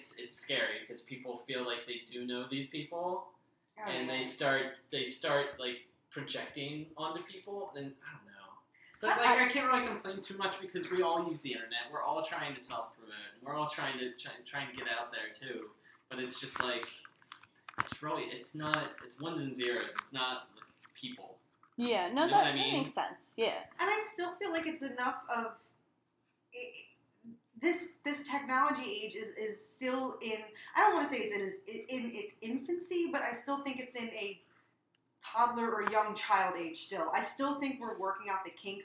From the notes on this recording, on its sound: Our apologies this week for the audio issues!